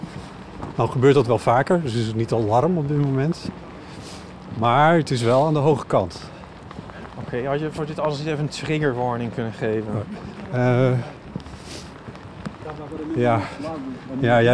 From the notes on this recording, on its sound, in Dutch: tijdens een wandeling langs de kunstwerken van het Amsterdam Light Festival